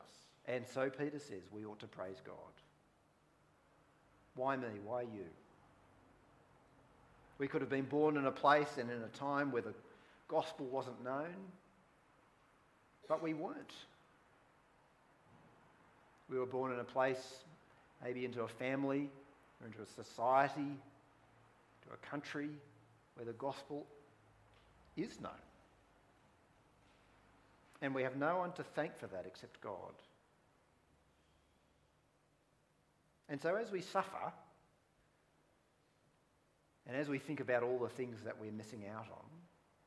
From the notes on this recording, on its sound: Preached at Wollongong Christian Reformed Church.